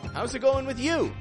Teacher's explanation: Notice again how we're raising the tone on you.